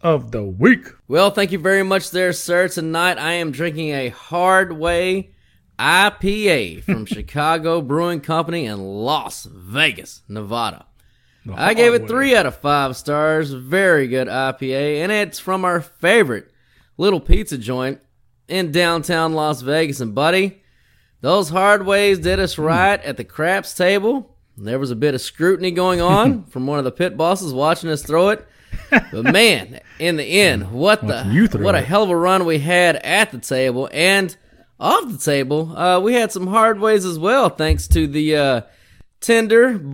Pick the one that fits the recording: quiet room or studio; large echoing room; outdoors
quiet room or studio